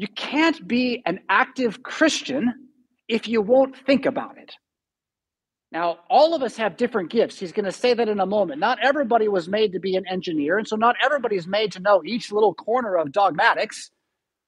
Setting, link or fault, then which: setting, large echoing room